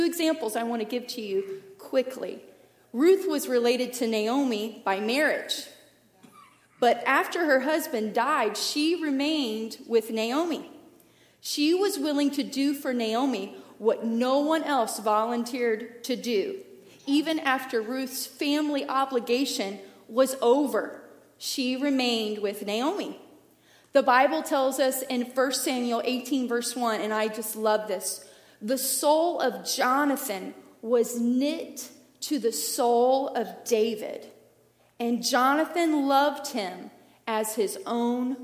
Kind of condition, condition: setting, large echoing room